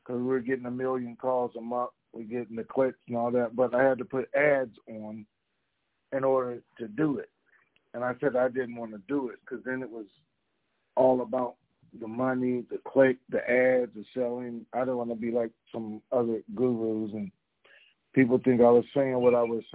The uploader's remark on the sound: TNTSuperfantastic Conference Call